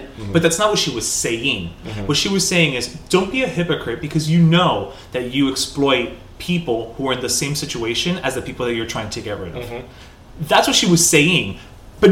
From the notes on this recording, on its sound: Did we record this ep in a cave